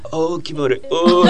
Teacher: 私が説明しましたけど、可愛い音、柄の悪い音というふうに名付けたわけですよね。可愛い音の方は口を丸めて口の中で音が出る音、うん、そして、柄の悪い音は口をちょっと曖昧に開いて喉の奥の方で音が鳴る音ですね